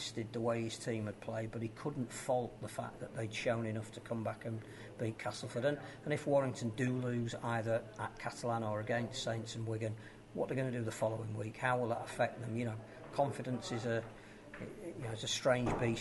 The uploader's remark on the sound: We were live at Headingley